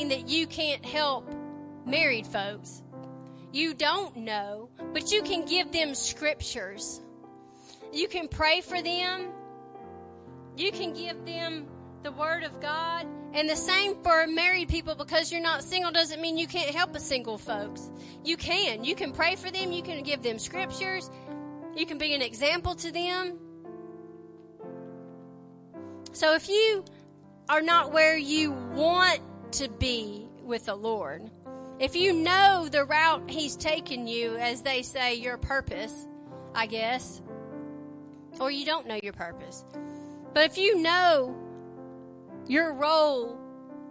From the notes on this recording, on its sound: WELCOME TO OUR LIVE SERVICE. Preaching at Family Worship Center in Athens Tennessee.